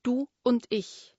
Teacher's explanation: Damit das Du und das Und nicht über das gemeinsame U ineinander fließen, wird das Und mit einem Glottisschlag gestartet